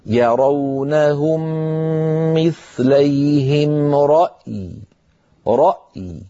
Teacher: فيحافظ على سكون الهمزة وسكون الياء · Term: همزة ساكنة وياء ساكنة